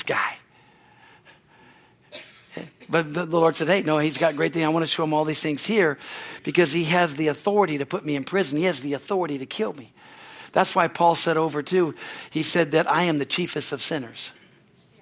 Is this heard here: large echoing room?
yes